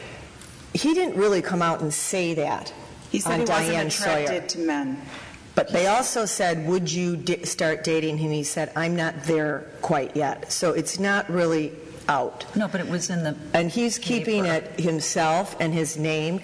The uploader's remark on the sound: LIVE from the hottest home furnishings consignment warehouse in Chicago, Coyle &#38; Herr. LIVE from the hottest home furnishings consignment warehouse in Chicago, Coyle & Herr.